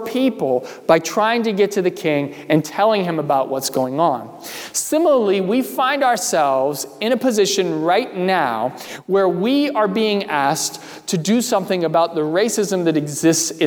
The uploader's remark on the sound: during the Sunday July 19, 2020 service, at First Presbyterian Church of Arlington Heights, Illinois.